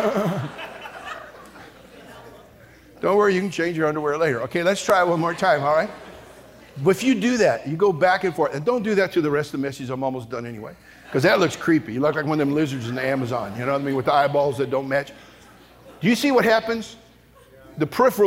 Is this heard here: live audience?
yes